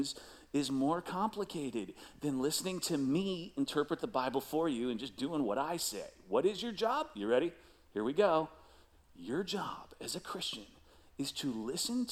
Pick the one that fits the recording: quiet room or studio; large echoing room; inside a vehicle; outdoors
large echoing room